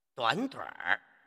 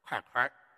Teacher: 且重叠部分儿化那么你重叠的第二个音节啊就可以读成第一声